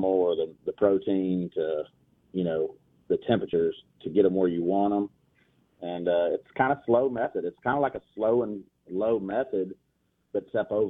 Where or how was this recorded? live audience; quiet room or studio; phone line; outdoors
phone line